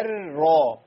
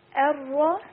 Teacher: أنا عندي الهمزة مرققة صح، وعندي راء مشددة · Shown in: second take